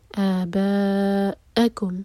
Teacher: اور با چار حرکہ لمبا، مد متصل، آباءکم، اور با کے بعد جب آ پڑھیں تو کٹ